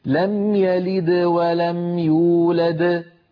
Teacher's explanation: يولد موقوف عليها إذن قلقلتها كبرى